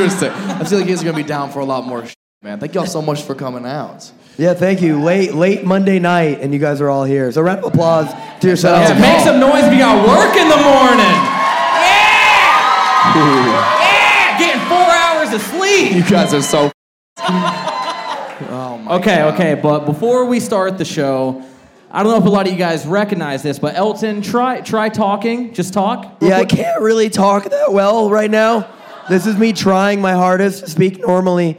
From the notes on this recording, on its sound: Live crowd work show. This episode was filmed in front of a live audience at a comedy club.